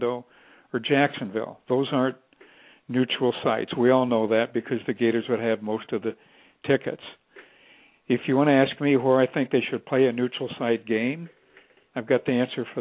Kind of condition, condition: link, phone line